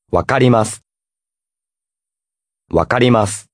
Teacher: When words end with the letter す The letter is pronounced very faint, like the letter S.